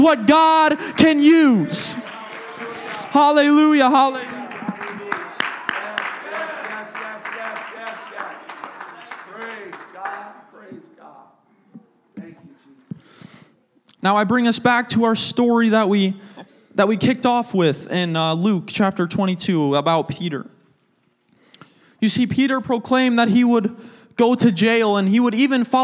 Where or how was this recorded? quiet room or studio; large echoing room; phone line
large echoing room